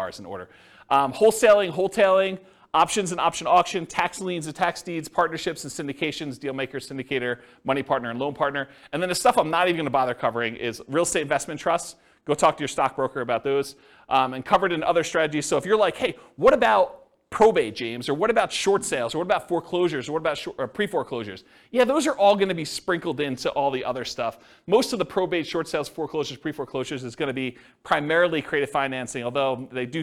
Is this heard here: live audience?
yes